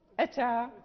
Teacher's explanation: وكذلك هناك بعض الياءات التي تنوب عن الألف، الألف وهي مرسومة ياء، مثلا أتى يعني هي مرسومة بالياء، يعني هذه سبقت لنا في باب الإمالة، يعني هي الألف المرسومة ياء، فهذه لا نقف على الياء، نقف على الألف، والألف ليست موجودة في الخط.